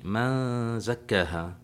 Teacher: لو وجهنا أسئلة للطالب، ما معنى قوله جل وعلا في الحكم التجويدي من زكاها؟ من زكاها نون ساكنة بعدها حرف الزاي، زاي والزاي من حروف الإخفاء